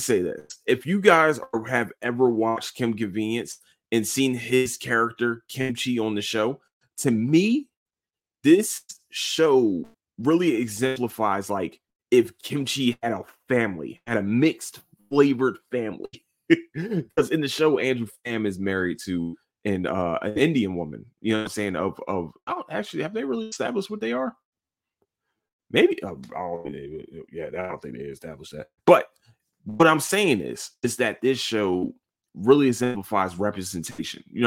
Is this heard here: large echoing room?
no